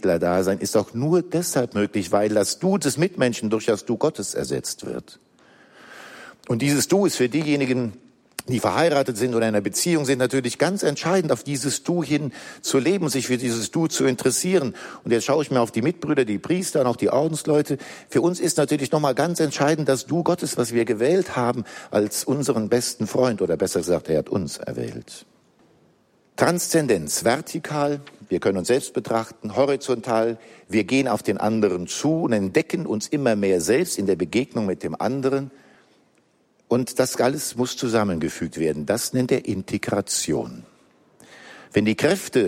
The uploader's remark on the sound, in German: Kongress Aschaffenburg - Vortrag